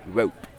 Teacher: In my British accent, I try to enunciate the P so that you can hear it more